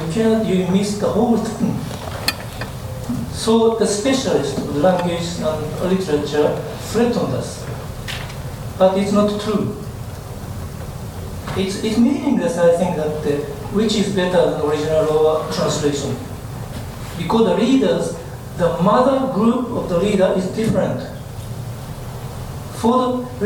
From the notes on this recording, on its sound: at the Worlds Literature Festival Salon: Tuesday 21st June 2011